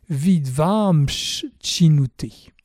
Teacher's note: la consonne na finale est remplacée par msh. Anusvara, sorte de m allongé, et sifflante palatale cha, msh, en raison de la liaison avec le mot chinouté qui suit. On ne dit pas vidvan chinouté, mais vidvam shchinute ».